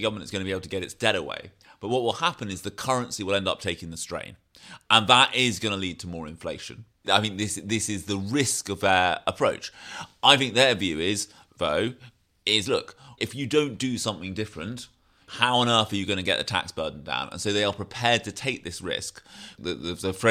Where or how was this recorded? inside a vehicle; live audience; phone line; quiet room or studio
quiet room or studio